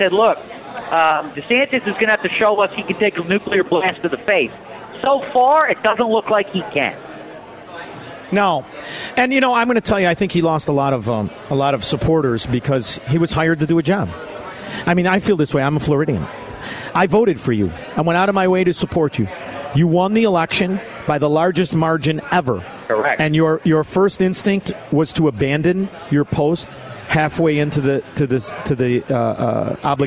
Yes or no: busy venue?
yes